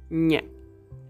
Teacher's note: The difference is that your tongue should be touching your palate to do the ñ in España.